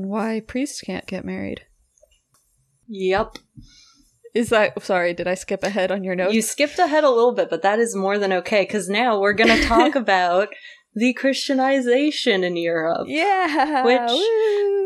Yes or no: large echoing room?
no